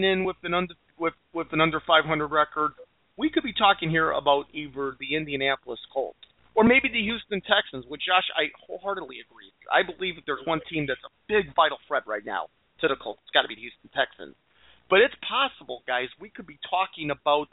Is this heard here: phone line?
yes